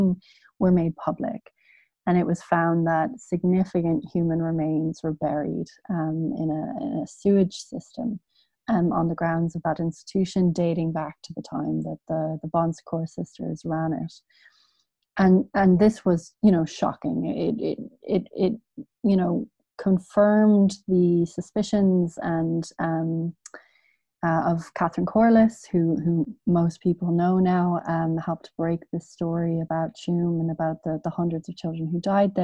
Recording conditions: video call